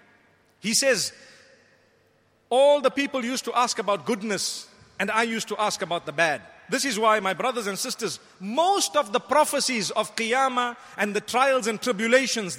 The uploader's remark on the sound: Delivered at Tuanku Mizan Zainal Abidin Musjid